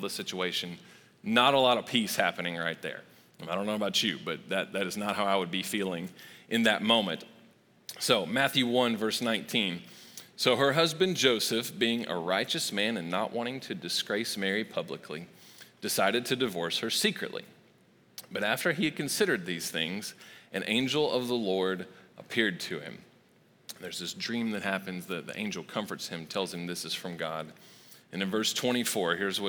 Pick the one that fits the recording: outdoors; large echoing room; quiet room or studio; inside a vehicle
large echoing room